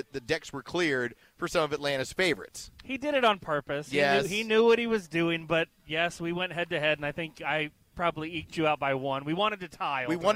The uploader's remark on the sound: LIVE from Good Game in The Battery.